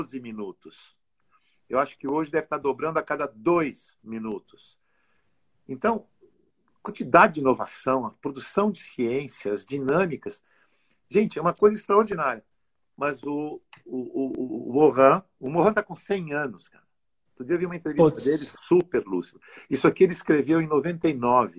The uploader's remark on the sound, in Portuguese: Um bate papo realizado em uma live no instagram